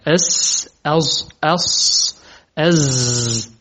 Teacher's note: أحرف الصفير تخرج من اللسان مع ما بين، يعني تخرج من اللسان مع ما بين الثنايا العليا والسفلى، فصوت الصفير يمر ما بين الثنايا السفلى والعليا، فتكون الثنايا السفلى والعليا كأنها هي عضوي النطق.